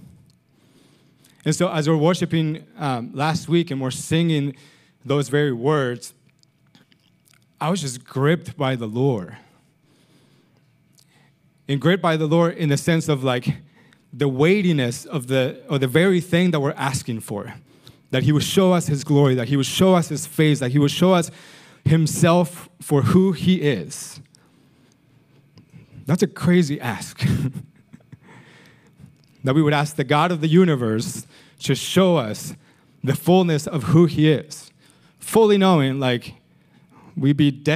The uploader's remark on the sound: Recorded sunday evening service at Reunion Hawaii